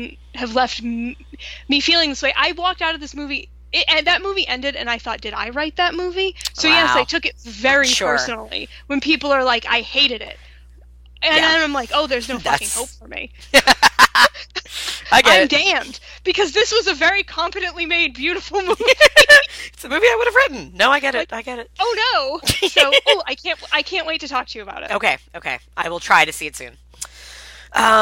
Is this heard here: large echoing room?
no